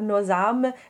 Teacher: The accent circonflexe, which in this case serves to darken the A vowel. · Term: darker A